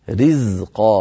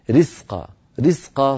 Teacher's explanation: الزاي يا أختنا الكريمة حرف مجهور وليس مهموس